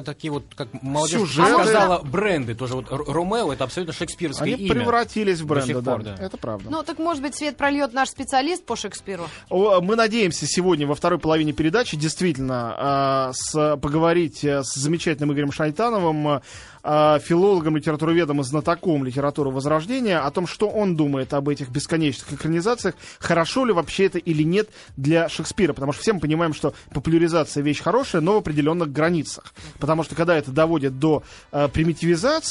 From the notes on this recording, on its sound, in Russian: по телефону